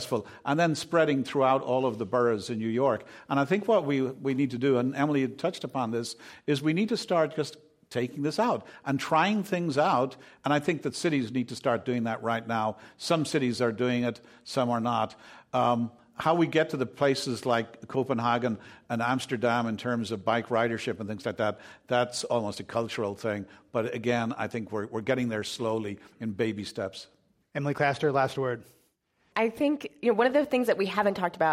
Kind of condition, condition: setting, live audience